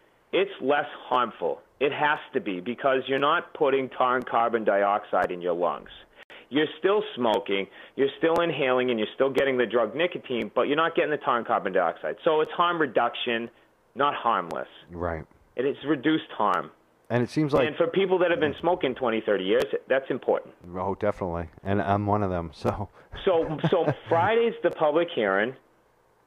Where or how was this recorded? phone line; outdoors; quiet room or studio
phone line